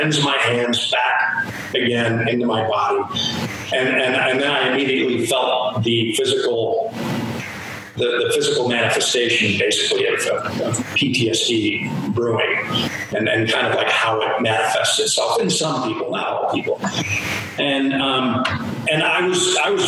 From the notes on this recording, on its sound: Again, the sound quality is not ideal, but the content is important.